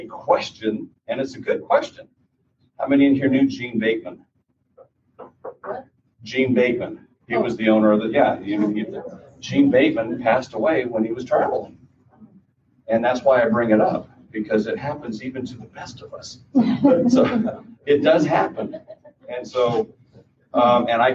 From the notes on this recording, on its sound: Final Wishes Seminar. This podcast features a recording from a seminar.